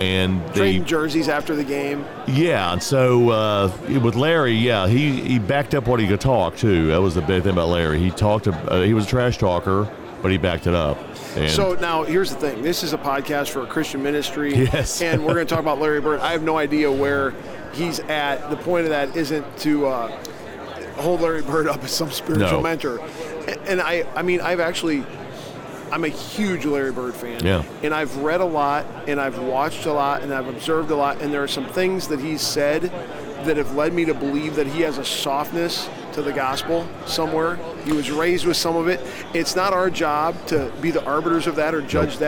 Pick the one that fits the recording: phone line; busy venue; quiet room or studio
busy venue